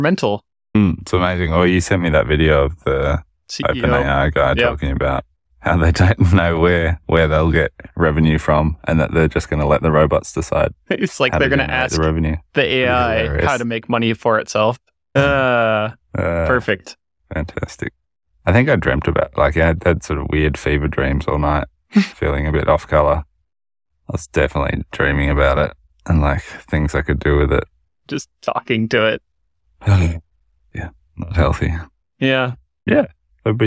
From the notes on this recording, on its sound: stuck in the car at home so please excuse the poor audio this week!